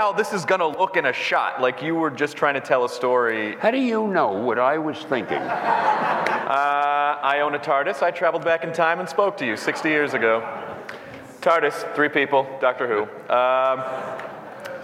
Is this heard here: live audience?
yes